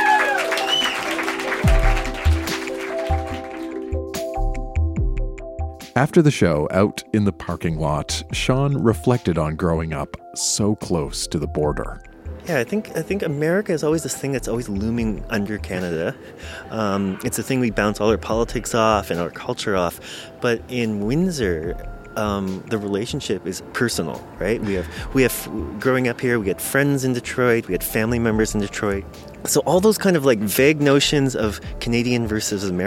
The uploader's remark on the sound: Recorded live at Phog Lounge in Windsor, Ontario.